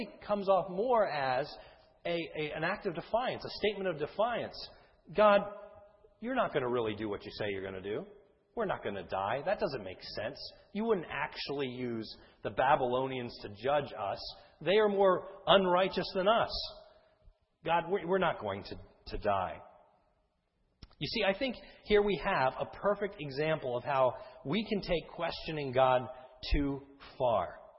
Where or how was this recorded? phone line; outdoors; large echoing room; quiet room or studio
large echoing room